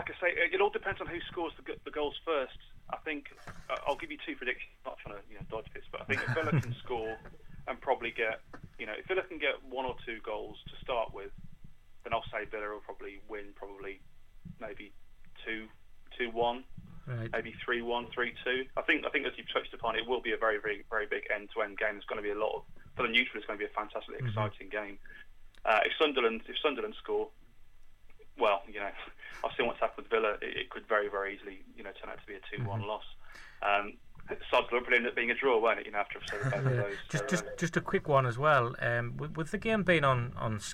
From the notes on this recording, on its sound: Are joined in the studio. On the phone.